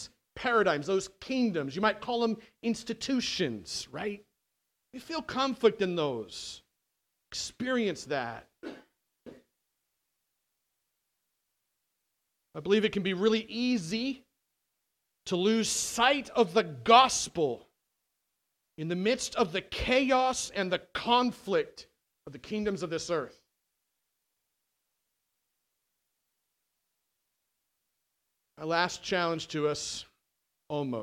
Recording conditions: large echoing room